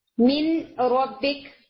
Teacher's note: आपको नाक की आवाज नहीं आती, बिल्कुल गुन्ना की आवाज नहीं आती · Term: بغیر غنہ ادغام